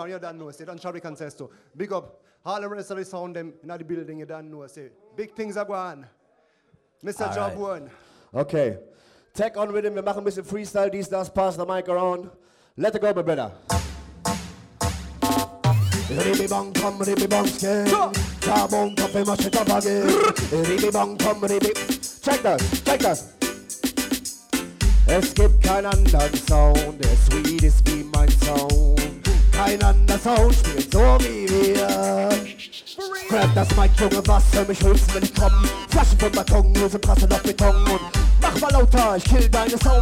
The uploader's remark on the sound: this is the Audio of the Dance